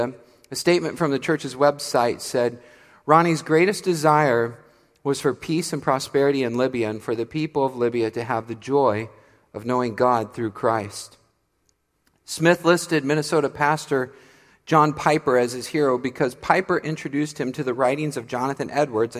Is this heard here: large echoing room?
yes